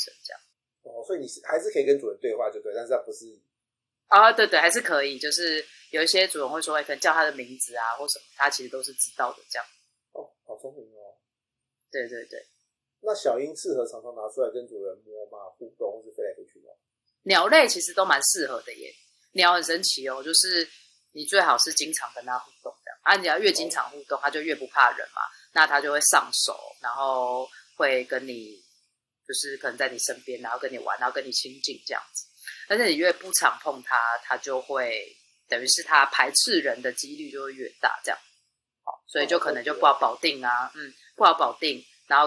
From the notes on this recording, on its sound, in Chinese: 本集節目因音檔異常造成音質不佳敬請見諒